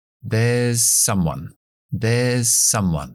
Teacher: esa S líquida se une a someone